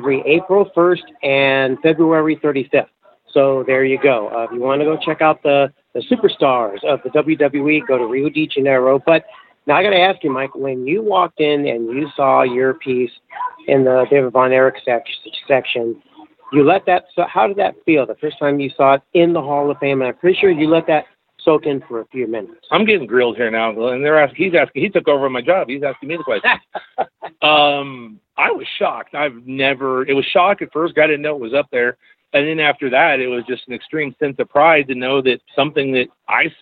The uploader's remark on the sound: Live and on the scene at the Pro Wrestling Hall of Fame & Museum in Wichita Falls, Texas for the Big Hall of Fame Class of 2019 Induction Weekend festivities